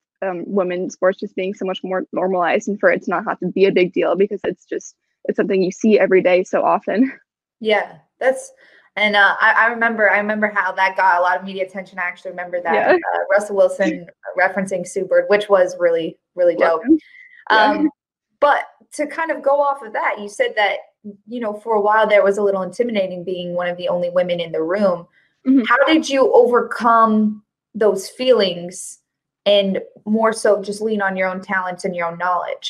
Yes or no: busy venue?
no